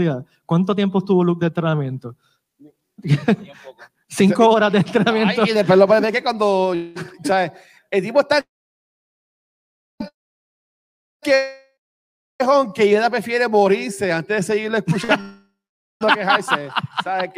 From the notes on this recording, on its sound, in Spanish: Grabación ¡EN VIVO! De el panel de Beyond the Force en el Puerto Rico Comic Con 2022.